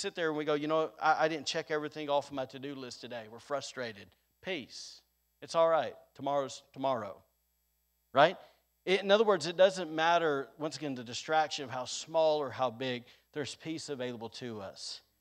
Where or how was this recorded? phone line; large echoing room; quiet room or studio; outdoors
large echoing room